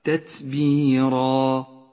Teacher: فقف بألف بمقدار حركتين هكذا تتبيرا، ويسمى مد العوض.